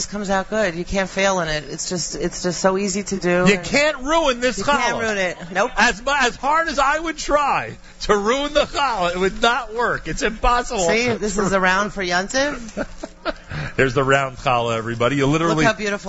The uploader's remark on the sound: Annual NSN New Year's Celebration Live at Cedar Market in Teaneck, NJ with Live Music and More.